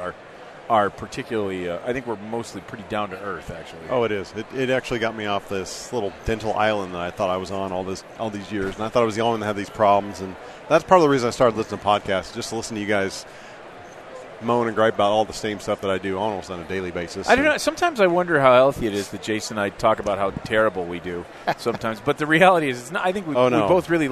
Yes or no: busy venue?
yes